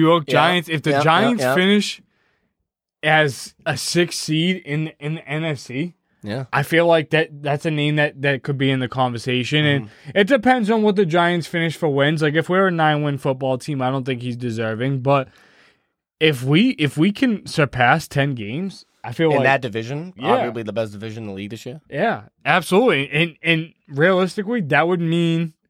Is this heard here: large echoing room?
no